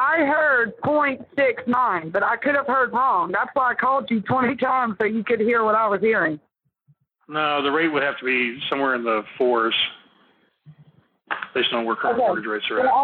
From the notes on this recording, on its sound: Live Call. Impromptu phone call.